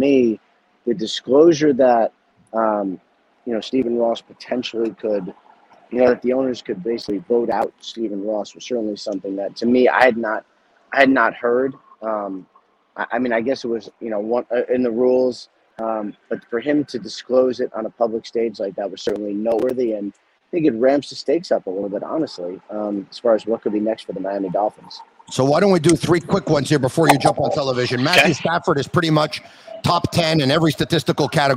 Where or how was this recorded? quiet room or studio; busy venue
busy venue